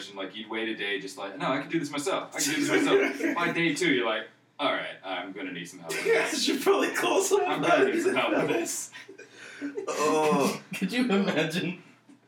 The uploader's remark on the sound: Mics not so much.